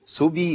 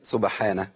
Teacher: والباء المقلقله هتبقى مايله لايه؟ قريبه من الفتح · Shown in: second take · سبي يبقى كسرنا كسره كامله.